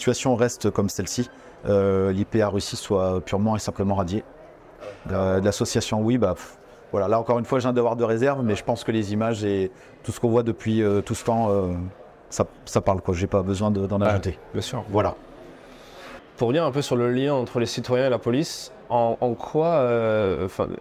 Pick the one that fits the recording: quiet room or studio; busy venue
busy venue